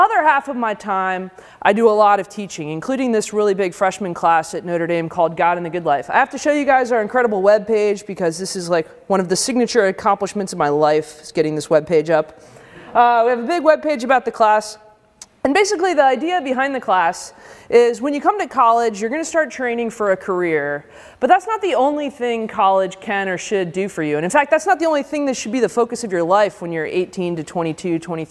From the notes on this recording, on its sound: Given as part of the day-long conference for high-school students. At the University of Chicago.